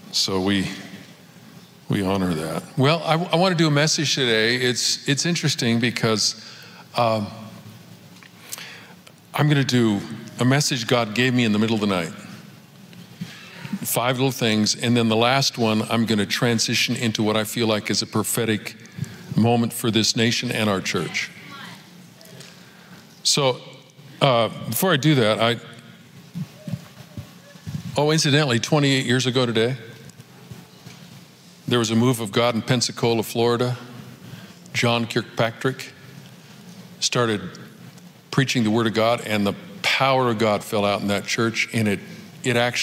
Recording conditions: large echoing room